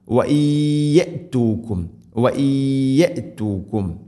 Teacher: നൂനിനെ യായിലേക്ക് ഇദ് ഗാം ചെയ്ത് മണിച്ചുകൊണ്ട് ഉച്ചരിക്കണം. ഇദ് ഗംബിഹുന്ന.